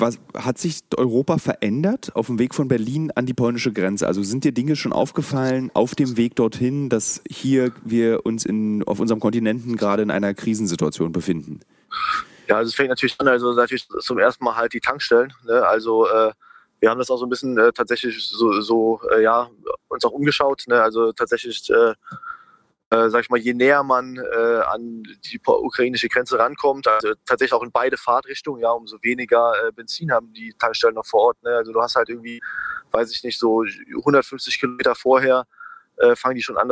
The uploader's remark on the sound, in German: Live von der polnisch ukrainischen Grenze